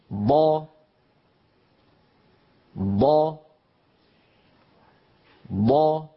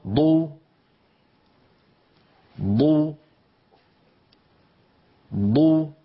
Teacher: يتوزع يمنة ويسرى، ولا يخرج من جهة مقدم الفم، يعني لا يخرج من جهة من الجهة الصفراء، بل يتوزع على المنطقة الخضراء يمنة ويسرى هكذا.